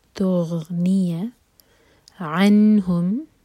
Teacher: نون پر اظہار، تو نہ تو نون کو ہول کریں گے اور نہ ہی قلقلہ ہونے دیں گے